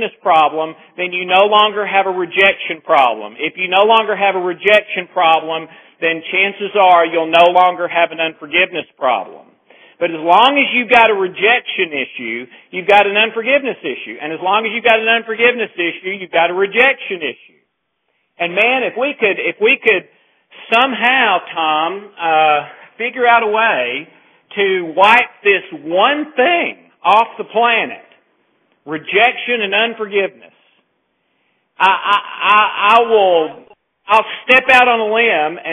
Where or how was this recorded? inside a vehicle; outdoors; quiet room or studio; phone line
phone line